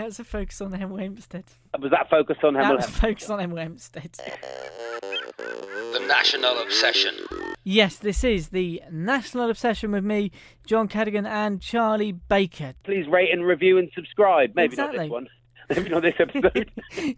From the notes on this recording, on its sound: resorting to an episode on the phone